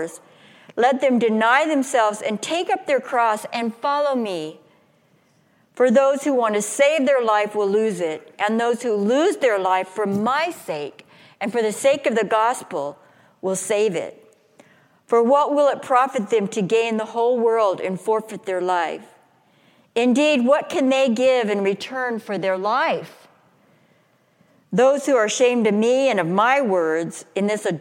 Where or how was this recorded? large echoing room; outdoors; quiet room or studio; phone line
large echoing room